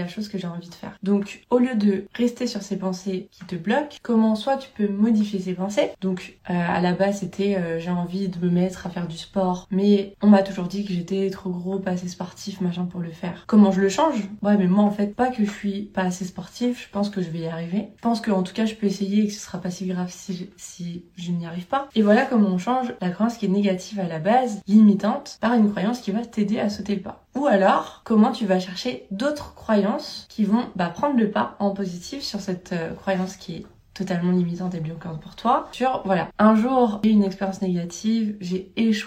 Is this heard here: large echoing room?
no